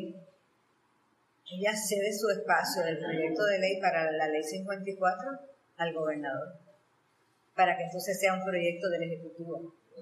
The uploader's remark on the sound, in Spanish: Estas conversaciones fueron grabadas en el salón de vitrales en el museo de la historia de Ponce.